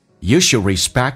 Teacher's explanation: D 不发音，这叫略音